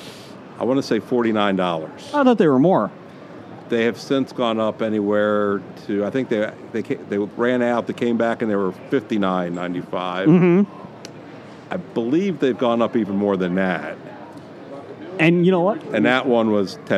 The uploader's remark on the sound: recording from their swanky booth on day one of the Cincinnati Comic Expo!